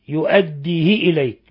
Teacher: وقرأ قالون وأبو عمرو وحمزة حالة الوصل يؤديه إليك بكسر الهاء